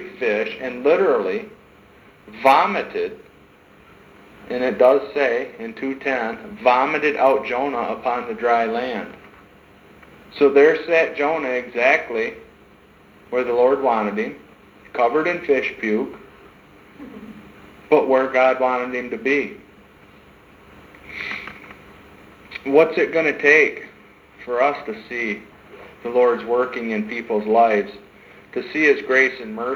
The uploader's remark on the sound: sermons preached in 2012 at Hope in Christ church